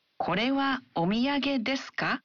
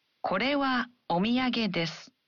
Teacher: You just simply add the particle ka at the end of the sentences and add a rising intonation. · Shown in: first take · So adding a ka to the sentence, これはお土産です.